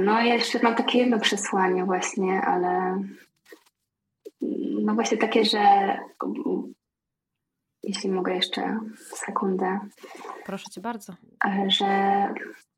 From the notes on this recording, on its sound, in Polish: Ten odcinek niestety nie zachwyca jakością dźwięku. Zdecydowałam się jednak wypuścić tę rozmowę pomimo jakości nagrania.